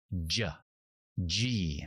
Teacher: este fonema es como la CH pero activando la voz. Y, la CH, ch, ch, con voz, Y, G, así con fuerza.